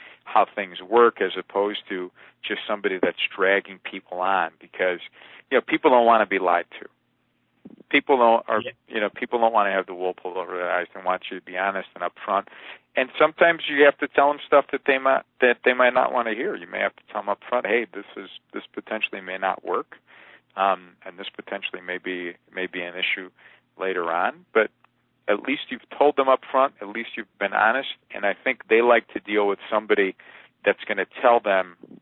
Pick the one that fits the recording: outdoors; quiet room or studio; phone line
phone line